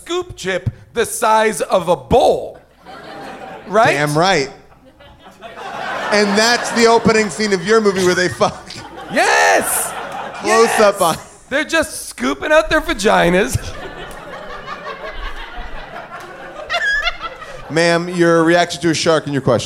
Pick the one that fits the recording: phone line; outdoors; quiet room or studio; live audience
live audience